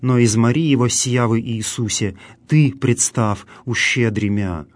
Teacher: на слове «ты» лежит особое логическое ударение. Именно «ты», священник и левит, не оказали мне помощи, но именно «ты, Иисусе, помоги мне, представ ущедремя».